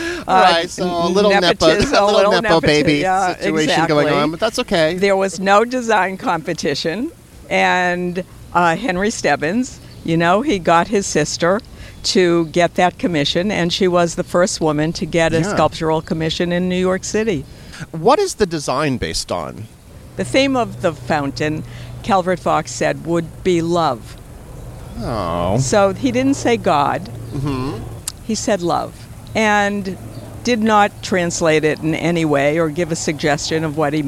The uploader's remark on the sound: In this rambling walking tour. Visits some of the most beloved attractions of the park including Bethesda Terrace and Fountain , Naumburg Bandshell , Bow Bridge and Belvedere Castle.